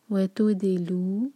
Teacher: جب دال پر آئیں تو ہوٹ گول نہ رہیں